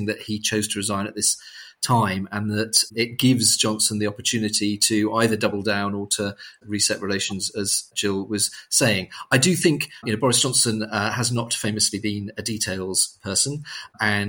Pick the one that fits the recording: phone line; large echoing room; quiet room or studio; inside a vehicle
quiet room or studio